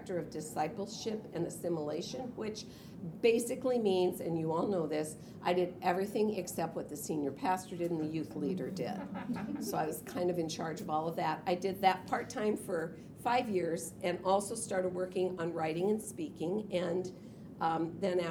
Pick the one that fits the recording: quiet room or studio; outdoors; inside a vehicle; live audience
live audience